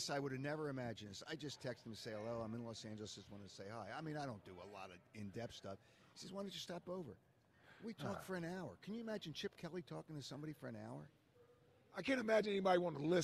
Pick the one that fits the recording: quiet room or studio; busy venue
busy venue